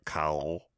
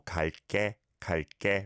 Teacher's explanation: So it's not from the back of your throat, kal. It's more kalke, kalke, really light and at the tip of your tongue. · Shown in: second take · Term: light one